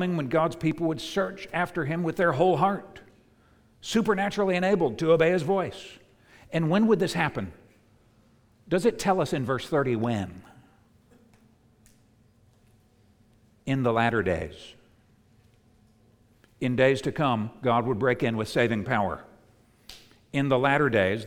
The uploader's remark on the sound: preached at the United Christian Church of Dubai